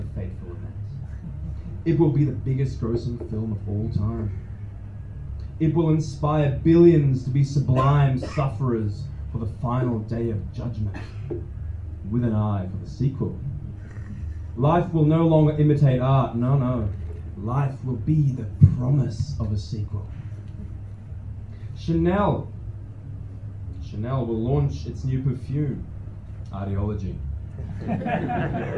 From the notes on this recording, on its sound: Spoken word performance recorded live at Voices in the Attic, Ferdydurke, Melbourne.